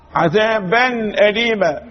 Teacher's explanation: إظهار النون أو التنوين في حضرة حرف من حروف الإظهار ألا وهي الهمز · Term: إظهار الحلقي